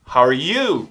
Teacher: é muito comum aqui nos Estados Unidos a entonação ser um pouco maior no you. Ao invés de falar how are you, você vai escutar muito how are you?